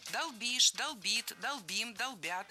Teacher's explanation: Не долбим, а долбим. Ударение в этом глаголе всегда стоит за корнем. Долбишь, долбит, долбим, долбят. · Term: ударяем окончание